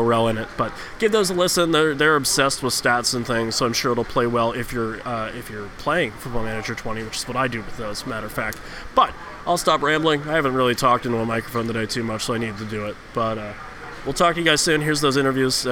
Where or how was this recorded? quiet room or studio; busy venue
busy venue